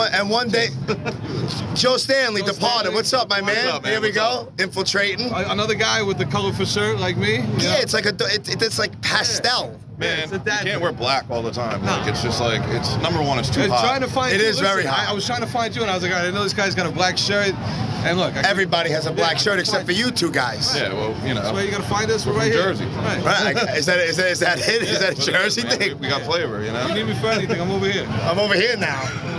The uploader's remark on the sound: Live from This Is Hardcore 2019.